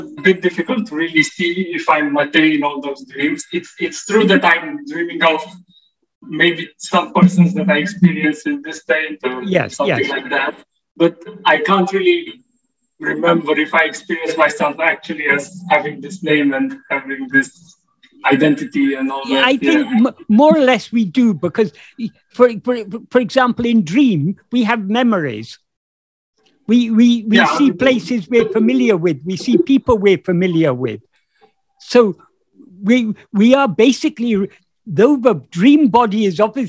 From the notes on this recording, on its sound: In a Zoom meeting on 18th May 2022